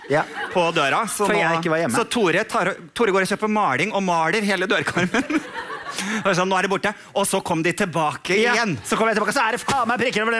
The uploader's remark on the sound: Live fra Oslo Podfest